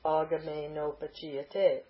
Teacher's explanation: So if you have agamena plus upachiyate, it becomes agamenopachiyate, a plus u is o